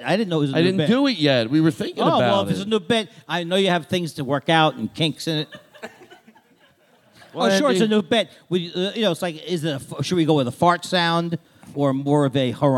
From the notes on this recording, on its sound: This episode is LIVE from JFL NorthWest